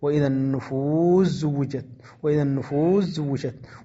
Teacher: سين النفوس تدغم في زاي زوجت